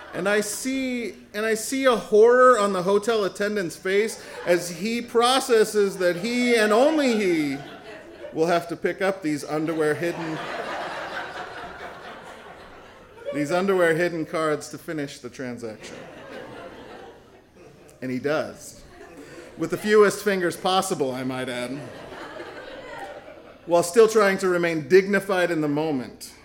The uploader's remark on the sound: recording from the January 2018 Story Show